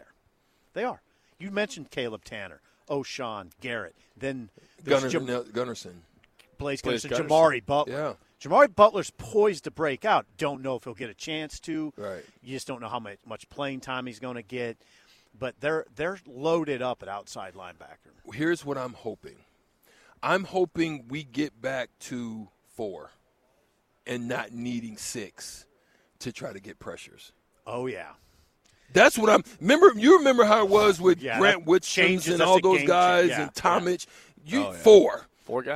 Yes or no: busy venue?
yes